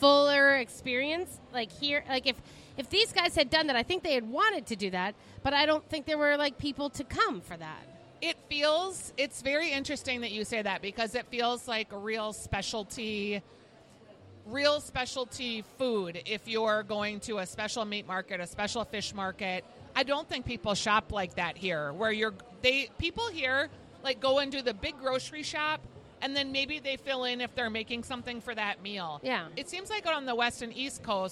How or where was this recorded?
busy venue